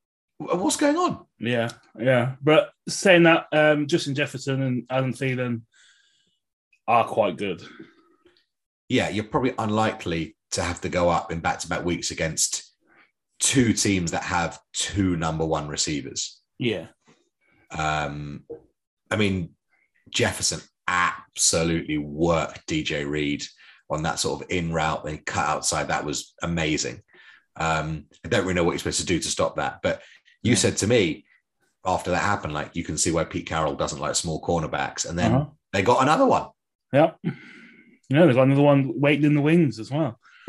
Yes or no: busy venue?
no